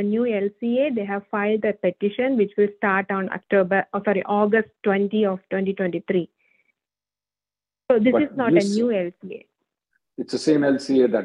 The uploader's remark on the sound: Conference Call